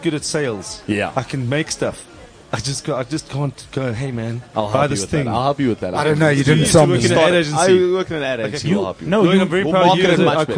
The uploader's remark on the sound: Then the entire line-up of comics from the Fullstop Cafe gig arrive and cause the most chaotic fun we’ve ever had in a Garden Centre.